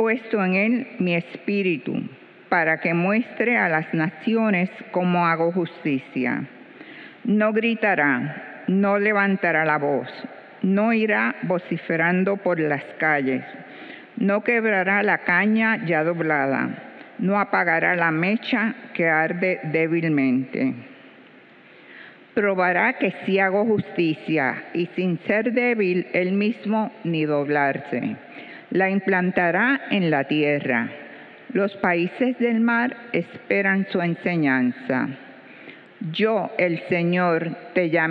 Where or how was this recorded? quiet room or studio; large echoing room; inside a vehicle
large echoing room